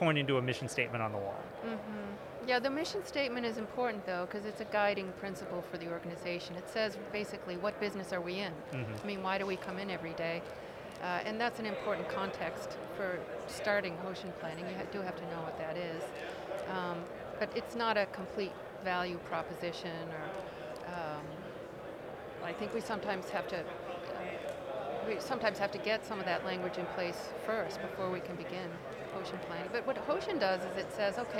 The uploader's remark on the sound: From the GBMP Northeast Lean Conference!